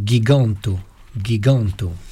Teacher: G se prononce comme un G dur en français, quelle que soit la lettre qui le suit